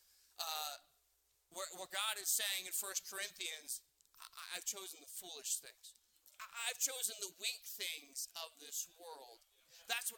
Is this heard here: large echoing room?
yes